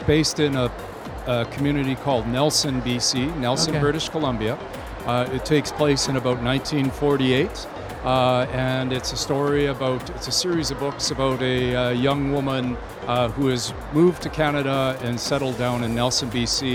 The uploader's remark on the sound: Live at SIBF 2023